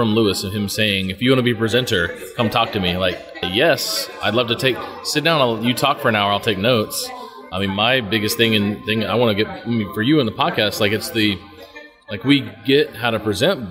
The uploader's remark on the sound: Live From EsportsNext